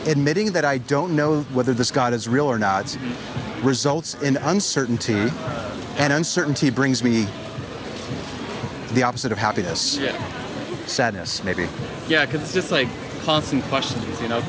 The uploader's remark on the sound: Location: San Antonio, Texas. Recorded w/Go-Pro.